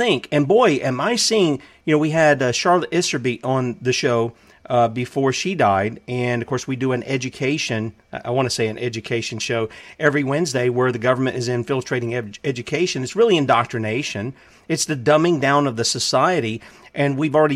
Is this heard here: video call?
no